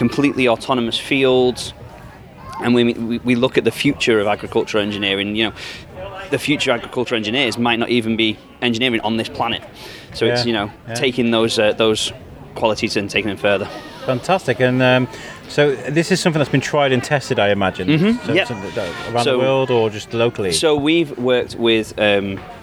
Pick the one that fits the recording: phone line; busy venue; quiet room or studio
busy venue